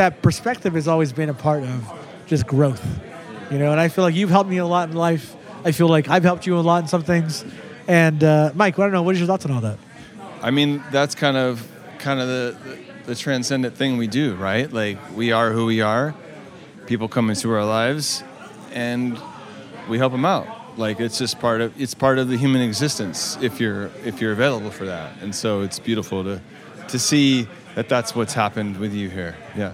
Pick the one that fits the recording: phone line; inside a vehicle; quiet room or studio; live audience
live audience